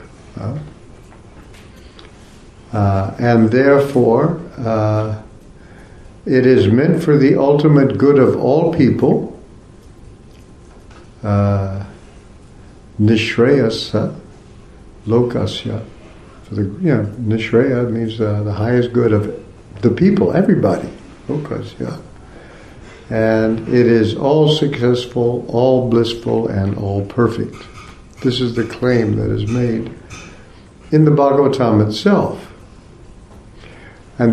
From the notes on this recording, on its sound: Part of the Bhakti Legacy Conference offered at the ISKCON temple in Korsnas Gard, Sweden.